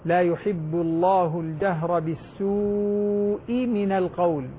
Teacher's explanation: الهمزة مكسورة وليست مفتوحة